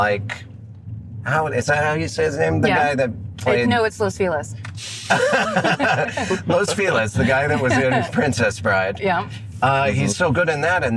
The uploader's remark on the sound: In the Car.